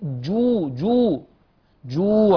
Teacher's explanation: واو مادية، ليه؟ عشان ساكنة ما قبلها مضموم قبلها حركة مجانسة